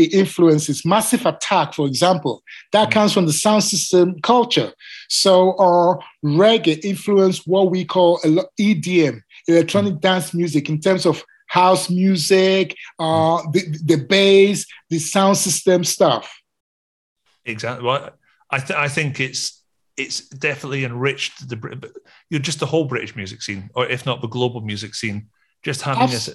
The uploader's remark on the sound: Like all these conversations, this was recorded over zoom, and we had some sound quality issues.